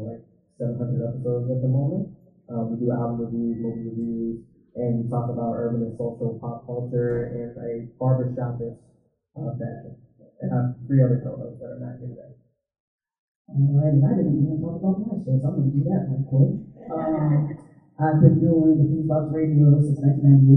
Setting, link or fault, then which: setting, live audience